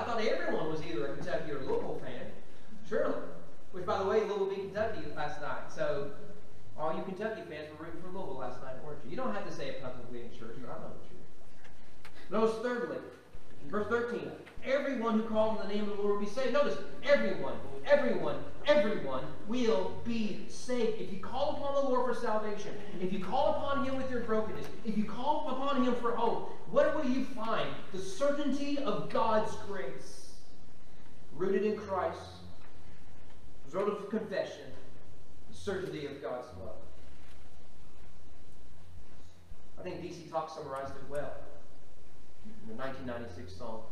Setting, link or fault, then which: setting, large echoing room